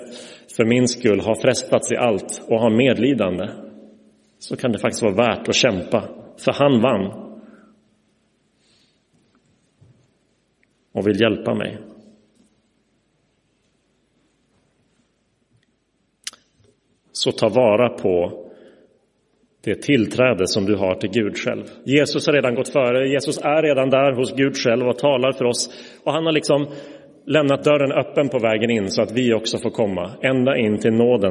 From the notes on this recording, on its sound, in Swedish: Inspelad i Roseniuskyrkan den 18 februari 2024.